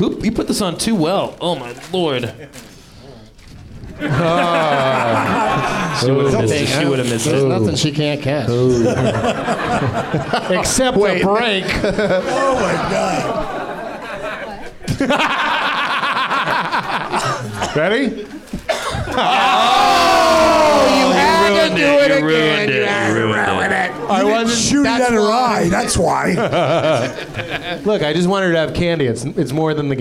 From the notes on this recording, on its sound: Live from the NerdMelt Showroom in LA